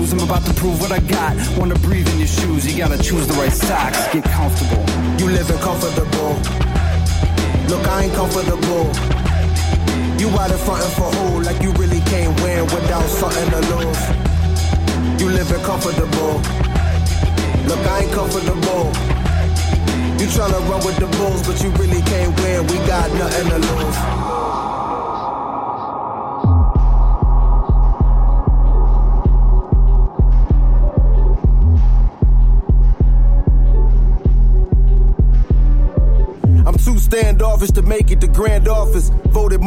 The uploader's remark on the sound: Live from Pop's